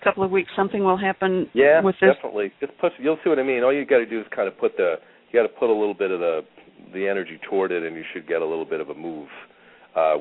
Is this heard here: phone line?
yes